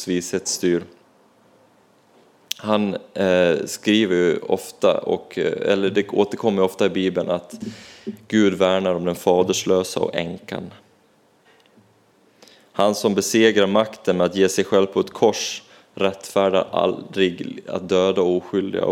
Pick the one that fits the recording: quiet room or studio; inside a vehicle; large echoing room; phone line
large echoing room